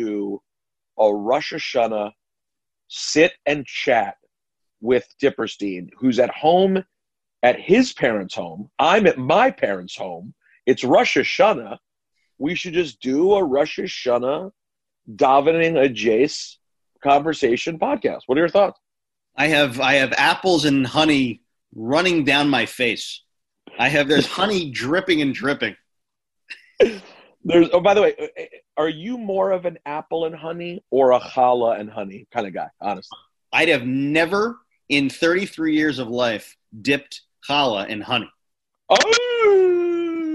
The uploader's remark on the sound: Jump on a zoom.